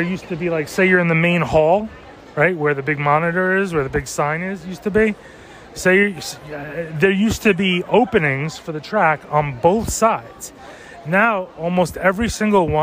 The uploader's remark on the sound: A VERY SHORT, COMPLETELY SPONTANEOUS, PERHAPS TOO LIT, TOTALLY UNEDITED, BUT PRETTY EPIC (if I do say so) RANT ABOUT THE CITY. LIVE FROM PENN “FUCKING” STATION. NO INTRO.